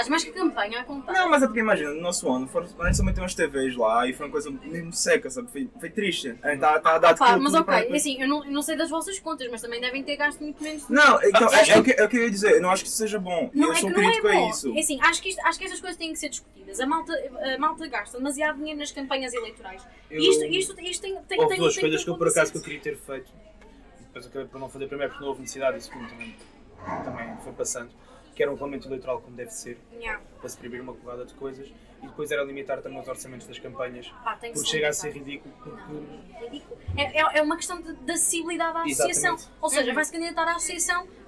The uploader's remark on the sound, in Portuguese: Pedimos desculpas pela qualidade do Áudio